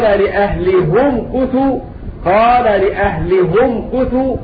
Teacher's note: بضم الهاء في الصورتين